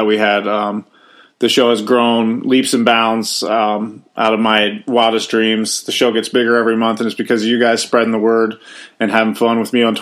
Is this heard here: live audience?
no